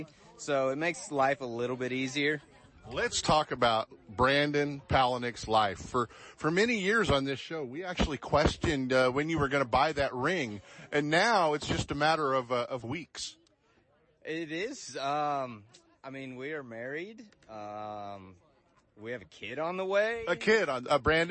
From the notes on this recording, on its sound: Live coverage at Bassmaster Classic